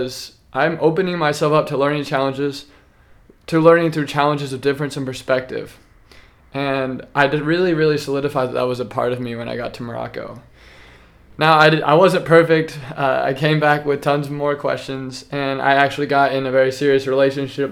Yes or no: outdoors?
no